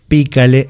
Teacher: Jálale en la primera A y pícale en la I. O sea, la primera tiene que sonar recio.